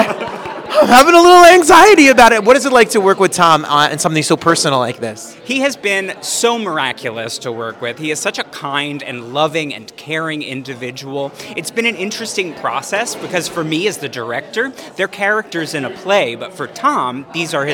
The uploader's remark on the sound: We were live on the red carpet for "20 Seconds" at the Signature.